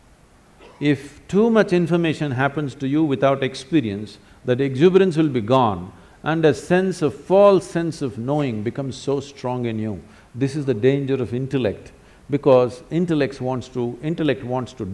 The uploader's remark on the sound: answers several questions from the audience